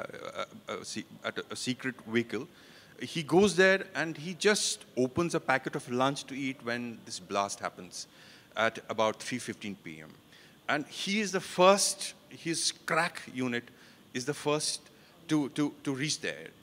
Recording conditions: live audience